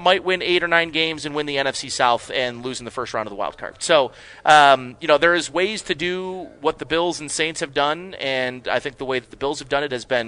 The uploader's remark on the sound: Live from Batavia Downs